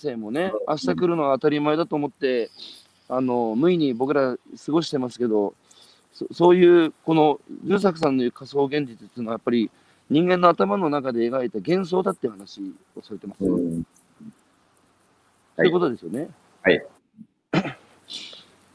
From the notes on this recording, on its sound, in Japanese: 歩きながら1時間、対談する